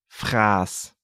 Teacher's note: Could you hear how long the vowel sound A was?